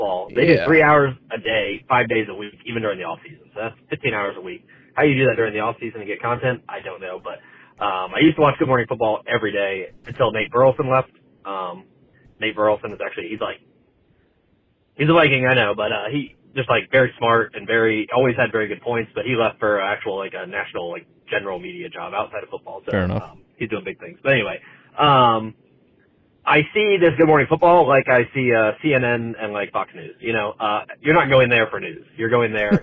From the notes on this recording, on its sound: Packers fans call in to react to the bittersweet weekend for Green Bay.